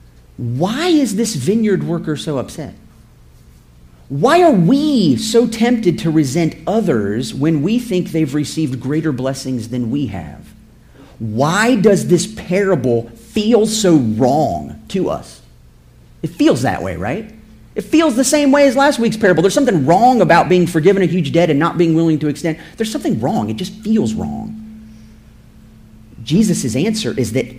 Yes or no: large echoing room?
yes